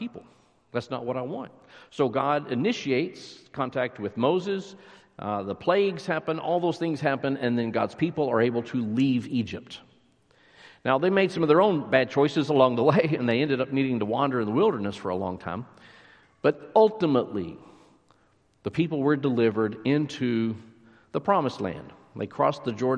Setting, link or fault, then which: setting, large echoing room